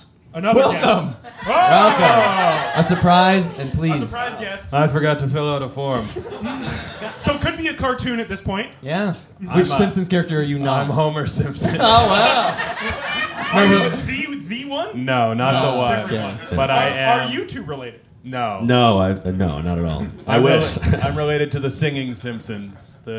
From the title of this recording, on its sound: Live At Bad Dog